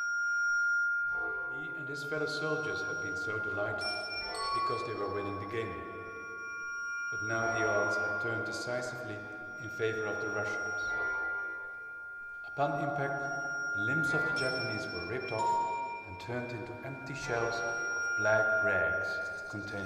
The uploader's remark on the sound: Live performance at Orgelpark, Amsterdam. The electronic soundtrack has as its basic material a recording of my voice narrating various dreams.